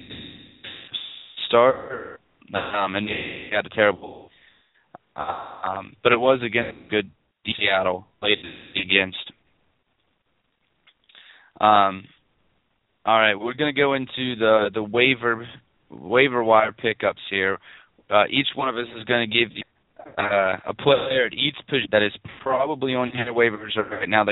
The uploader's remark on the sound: Taking questions via call ins. Hear your questions answered live on air.